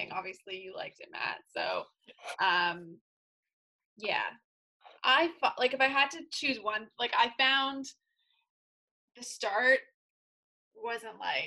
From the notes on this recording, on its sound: This is the first of our virtual episodes recorded over zoom so please forgive the audio quality.